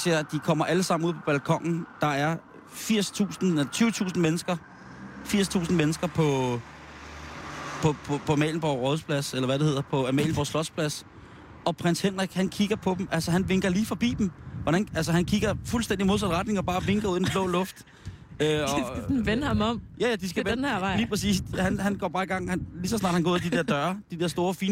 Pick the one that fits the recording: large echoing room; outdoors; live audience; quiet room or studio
outdoors